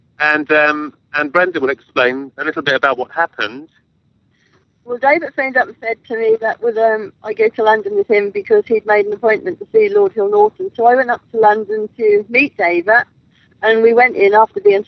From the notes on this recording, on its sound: live from Rendlesham forest